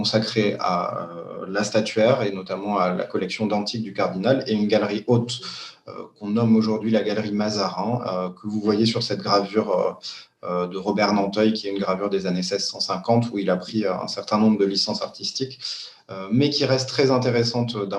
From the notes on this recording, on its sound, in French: Enregistré sur Zoom le 4 février 2021